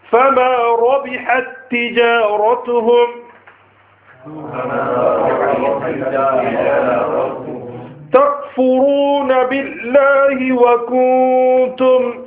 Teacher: the ra has got a fatha meaning zabar on it, hence ra will be read with a full mouth · Term: Tafkheem